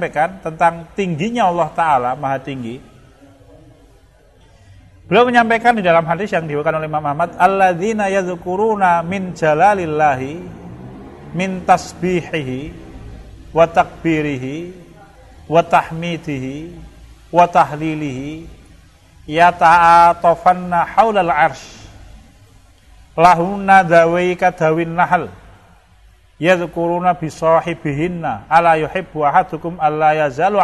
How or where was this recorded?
large echoing room